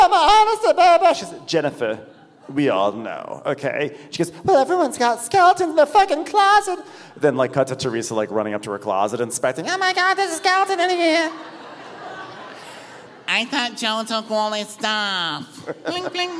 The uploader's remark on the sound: Live From Atlanta. We're kicking off the premiere with a live show in Atlanta.